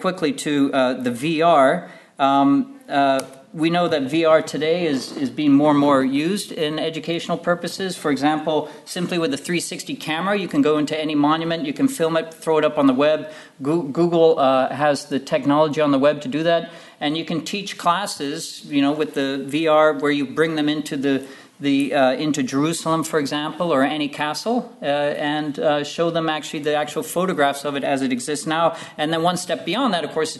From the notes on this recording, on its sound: at the 2022 Tudor and Stuart Ireland Conference